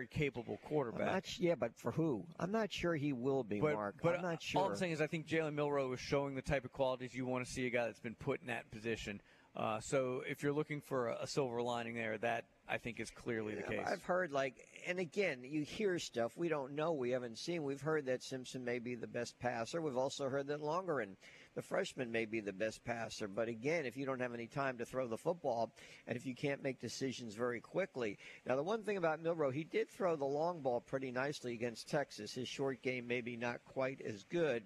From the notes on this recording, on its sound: live from Baumhower's Victory Grill